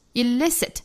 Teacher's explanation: Can elicit, elicit,重读在第二个音节